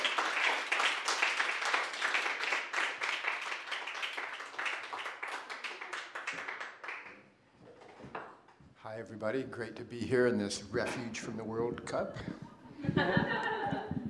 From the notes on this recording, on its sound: The second of three live recordings from our Greek Tragedy live event which took place at the Dogstar, Brixton on the 12th June 2014. The second of three live recordings from our Greek Tragedy live event which took place at the Dogstar, Brixton.